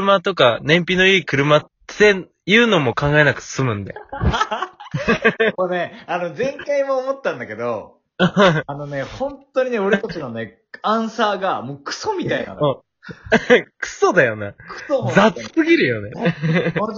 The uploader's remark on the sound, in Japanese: 今回は少し音声が乱れてます